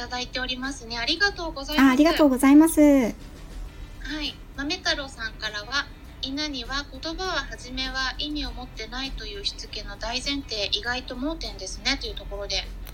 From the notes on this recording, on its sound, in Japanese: スマホ2台で収録した。クラブハウス。ペットのホリスティックケア roomで開催された。未編集なのでお聞き苦しいところがあるかもしれません。